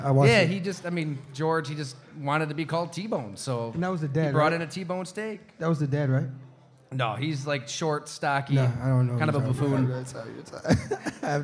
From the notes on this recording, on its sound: Live from Mister’s Bar & Lanes in East Aurora, N.Y.